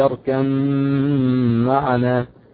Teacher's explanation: يكون مع الادغام في غنه لان الميم ايه شددت بسبب الادغام والايه التجانس لان الباء والميم والواو مخرجهم ايه مخرج واحد. كلمه